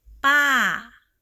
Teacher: This is falling tone.